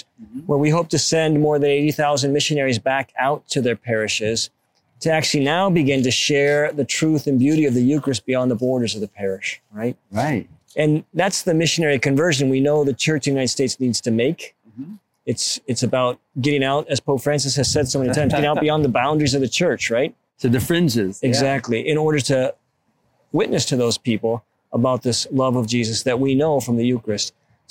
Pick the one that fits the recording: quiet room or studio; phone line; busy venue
busy venue